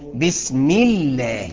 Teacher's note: لفظ الجلاله لما تيجي فيه اللام نرققها امتى؟ اقول لك اذا كان قبلها مكسور